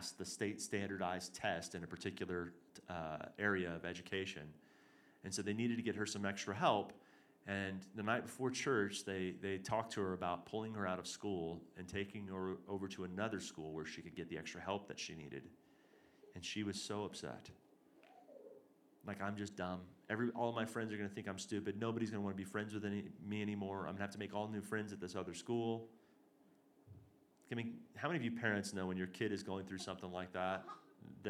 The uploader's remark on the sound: This is the third and final session of our Hearing God and Prophecy Conference as well as our Sunday morning message. Reclamation Church Denver.